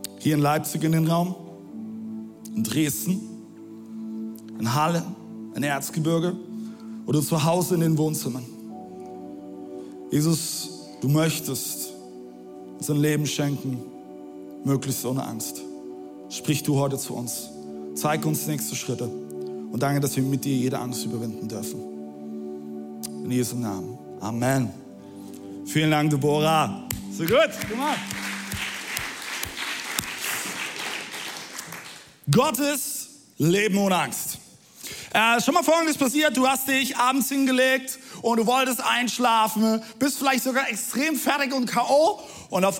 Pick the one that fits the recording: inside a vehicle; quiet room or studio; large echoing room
large echoing room